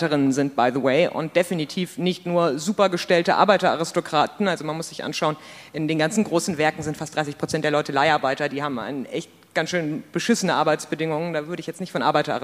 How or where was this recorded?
large echoing room